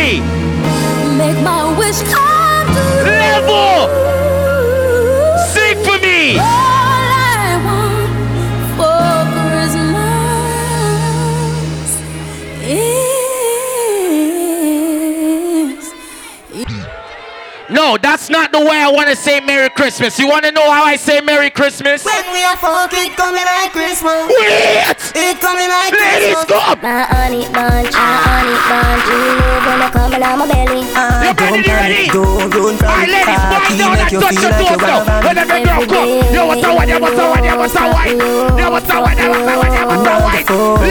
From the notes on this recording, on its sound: Live Audio.